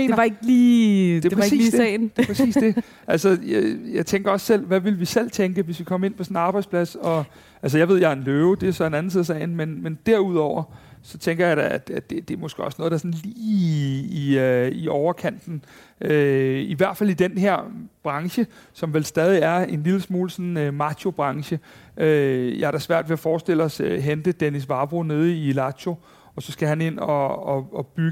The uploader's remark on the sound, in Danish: Første episode er optaget sammen med 15 FCK fans og 15 Brøndby fans